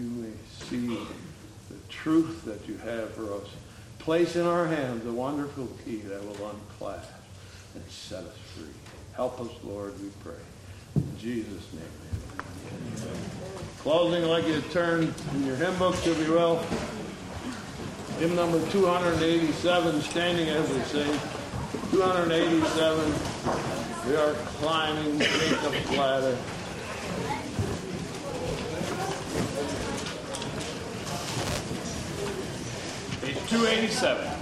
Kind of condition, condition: setting, large echoing room